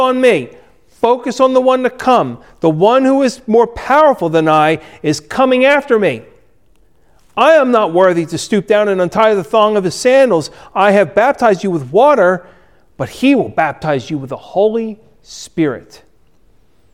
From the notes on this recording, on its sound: Recorded at Ebenezer UMC on February 21, 2021